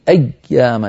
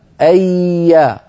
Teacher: لا تقطعي ولا تبتري صوت الياء فالياء رخوة · Shown in: second take · أيا فصوتها لا ينقطع.